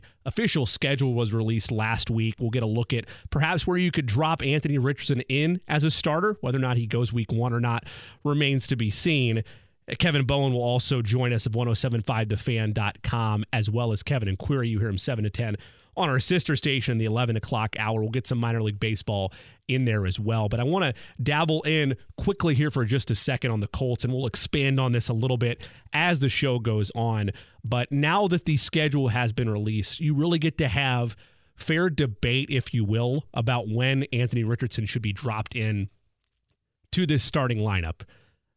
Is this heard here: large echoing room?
no